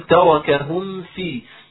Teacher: أن تظهر الميم إظهارا تاما عند حرف الفاء هذا لأن حرف الفاء من حروف الإظهار بالنسبة للميم الساكنة. فإذا